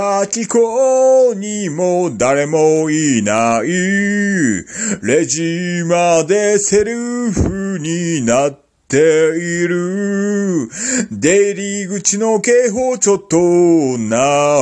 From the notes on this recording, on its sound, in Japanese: 電車の中なんでと 切りゃいいものを。